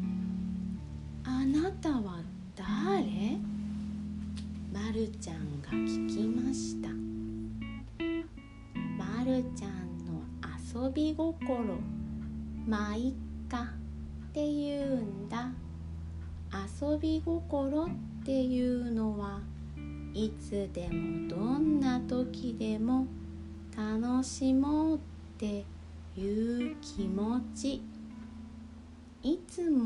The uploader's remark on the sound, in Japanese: 毎回、乳飲児を抱きながら、おぶりながら録音しています笑。寝息が入っているかもしれません。